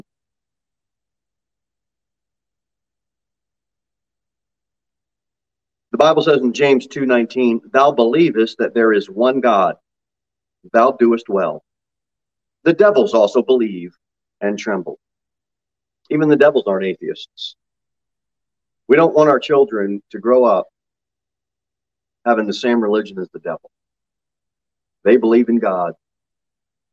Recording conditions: large echoing room